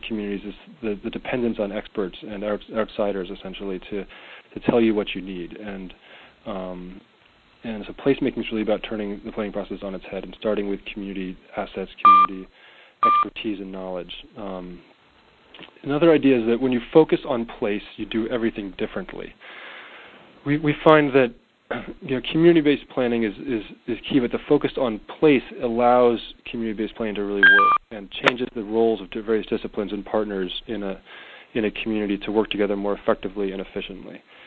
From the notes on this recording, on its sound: Call recorded on February 10, 2011.